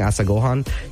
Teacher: you don't want to stress any of the syllables. You just want to kind of have it flat or neutral throughout.